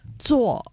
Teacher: 这个是做客的“做”，对吧？要读平舌音